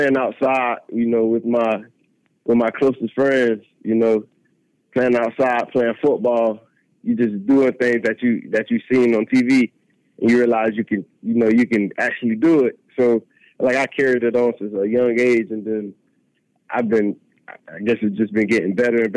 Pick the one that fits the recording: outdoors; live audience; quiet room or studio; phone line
phone line